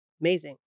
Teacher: in the word amazing, the first syllable in there is a schwa, so you pronounce it amazing.